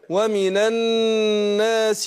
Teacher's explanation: فهنا كلمة الناس النون عندك مشددة، فلازم اديها غنة ايه حركتين